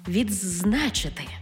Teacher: У слові «відзначити» «ди» переходить у «дз» – «відзначити».